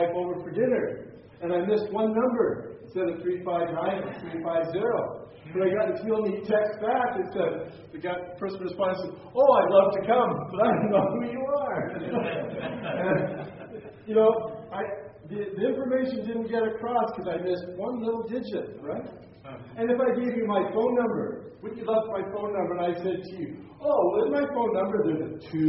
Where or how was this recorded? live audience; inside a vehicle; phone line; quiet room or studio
live audience